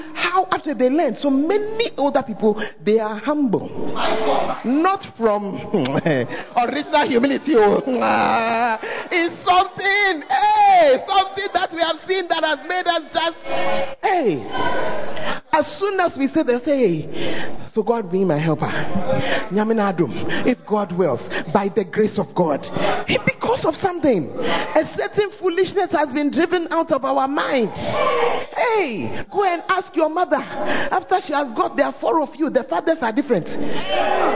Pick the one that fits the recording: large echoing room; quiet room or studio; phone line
large echoing room